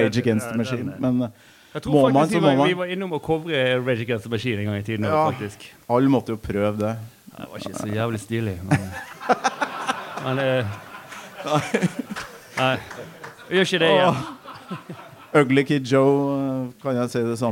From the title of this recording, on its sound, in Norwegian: Live fra Kopervik